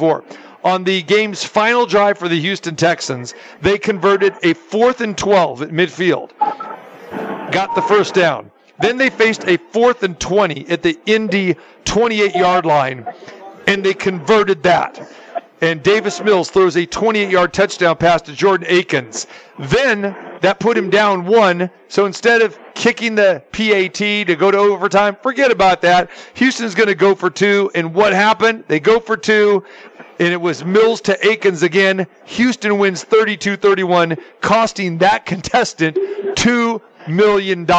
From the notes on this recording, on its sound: Joins live from SoFi Stadium. How the crowd is looking.